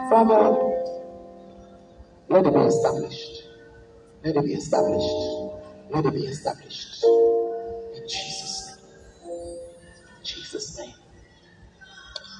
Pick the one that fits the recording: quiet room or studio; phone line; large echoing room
large echoing room